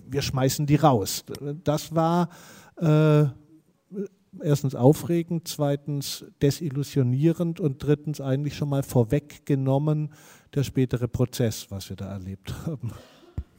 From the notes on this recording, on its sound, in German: Dafür waren drei Expert*innen für eine Podiumsdiskussion nach Göttingen eingeladen. Die Podiumsdiskussion „Die Normalität des rechten Terrors“ fand am 15.11.2019 ab 18:00 Uhr im ZHG der Georg-August-Universität Göttingen statt.